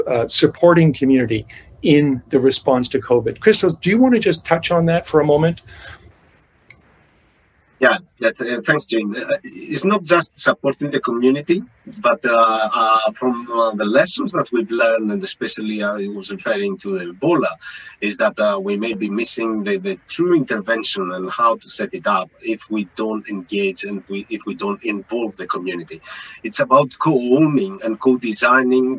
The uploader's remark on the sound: a virtual, world-wide conference